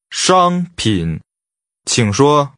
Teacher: Commodities has high level and falling rising tones.